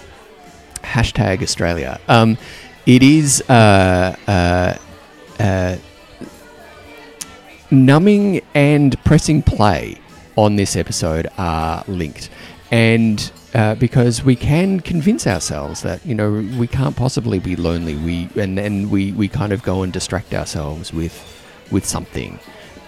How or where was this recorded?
busy venue